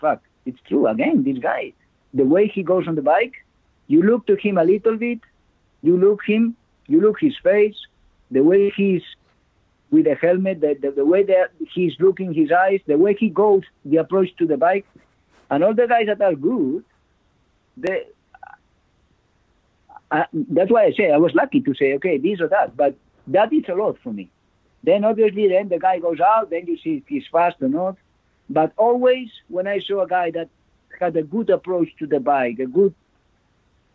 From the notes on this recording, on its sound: With much of the world in lockdown as it stands, we instead kick off with a three-way phone call.